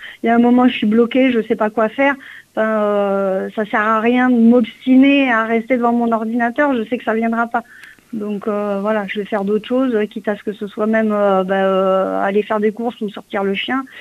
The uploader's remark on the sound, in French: reçoit par téléphone la scénariste